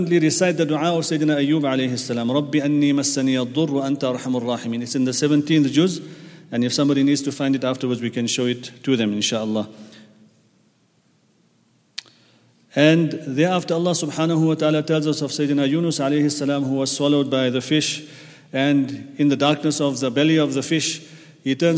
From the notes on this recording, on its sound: at the Houghton Masjid (West Street)